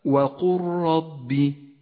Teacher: اللام والراء بينهما إدغام متقارب، تسقط اللام من اللفظ ولذلك هي رمادية اللون وتشدد الراء التي بعدها، أي هكذا وقل ربي، وإياك أن تقول وقل ربي فإنه خطأ، الصواب وقل ربي.